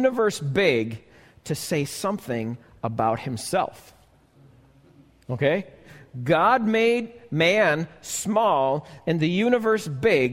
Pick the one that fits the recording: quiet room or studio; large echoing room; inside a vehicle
large echoing room